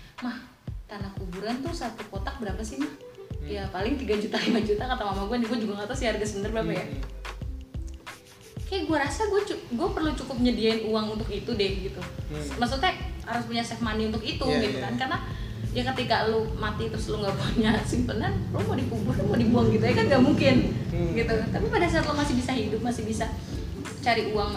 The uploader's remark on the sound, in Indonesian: maaf jika masih banyak noise